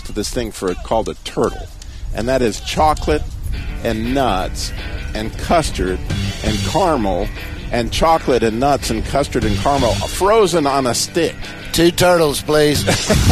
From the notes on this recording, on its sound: The Christian Car Guy is Live from Abbott's Frozen Custard in Clemmons, NC.